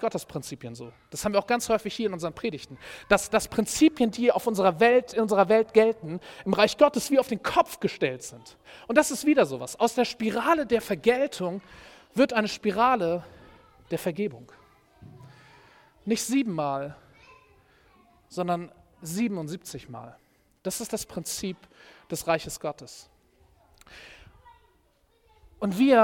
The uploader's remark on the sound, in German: Predigt im Rahmen des GreifBar+ Gottesdienstes